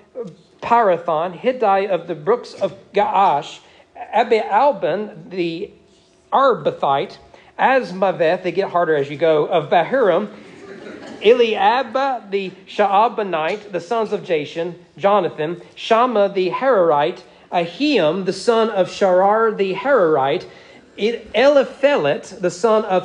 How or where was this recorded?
large echoing room